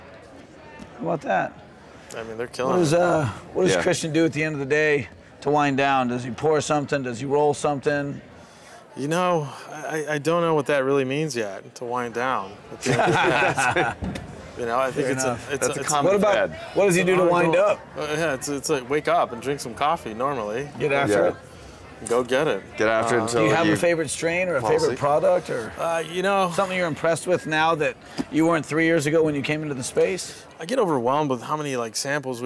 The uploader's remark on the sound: Live from New West Summit